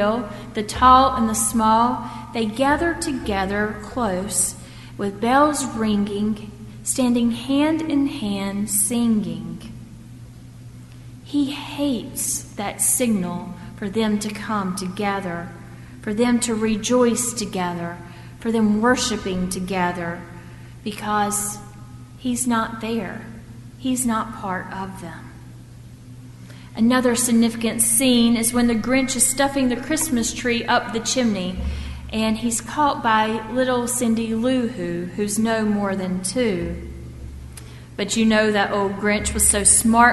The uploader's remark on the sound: at First Presbyterian Church of Arlington Heights, Illinois, on Sunday, December 28, 2014.